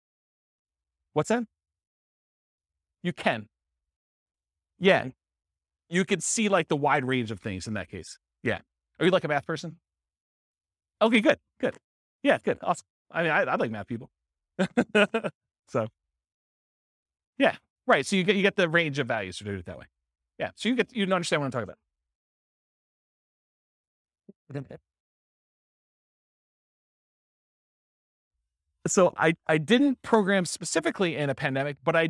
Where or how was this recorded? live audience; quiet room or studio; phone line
live audience